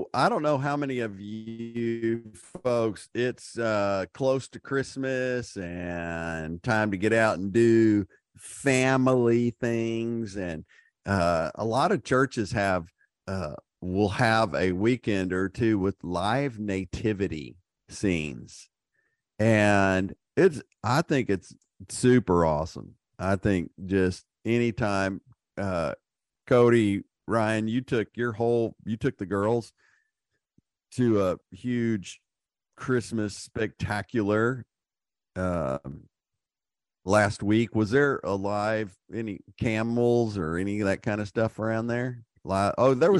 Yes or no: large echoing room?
no